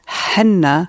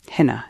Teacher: Again, they're two separate sounds in Arabic. So henna, which we would call henna, is with a breathy h, and hina is just exactly as we would say it, as in hotel